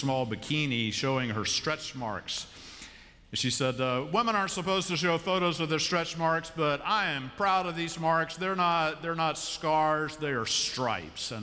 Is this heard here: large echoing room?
yes